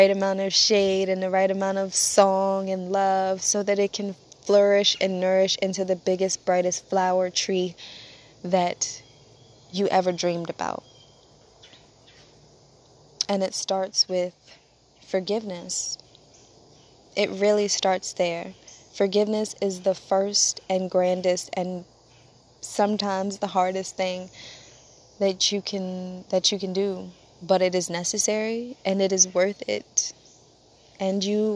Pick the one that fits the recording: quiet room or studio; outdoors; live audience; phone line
outdoors